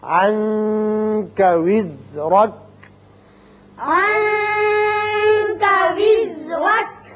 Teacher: یہاں نون کے بعد کاف حروف اخفاء میں سے ہے، یہاں اخفاء ہوگا نون پہ اور را کے اوپر زبر ہے، را پر پڑیں گے۔